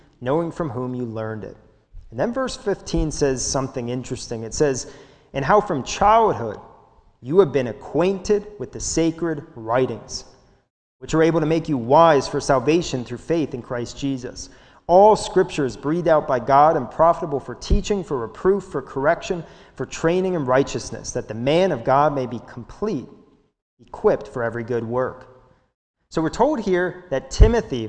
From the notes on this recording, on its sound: This sermon was recorded live at the Lebanon Bible Fellowship Church in Lebanon, PA during the morning service.